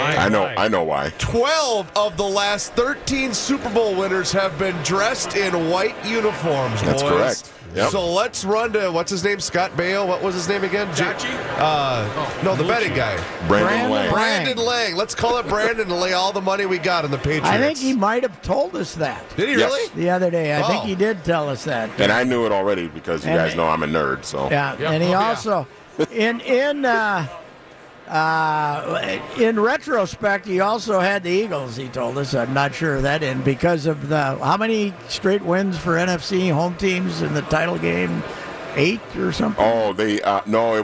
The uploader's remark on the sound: Live from Radio Row at the Mall of America. Live in studio.